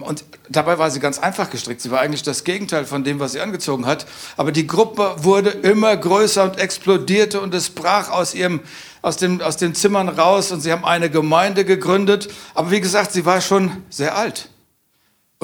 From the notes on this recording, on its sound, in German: aus unserem Vision Sunday Gottesdienst